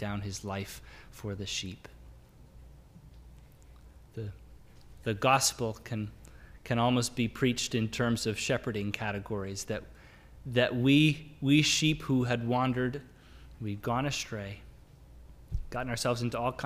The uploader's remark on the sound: Sermon audio from the LBC worship service on Sunday, February 13, 2022.